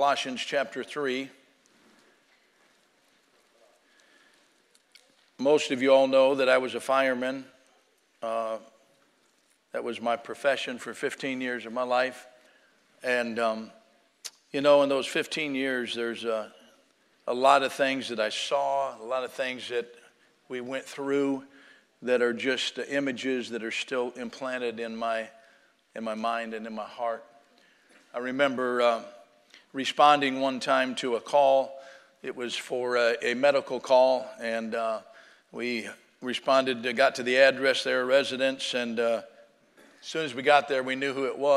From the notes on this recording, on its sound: Sunday Morning Service